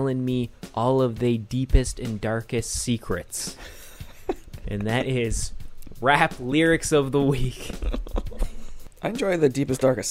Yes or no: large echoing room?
no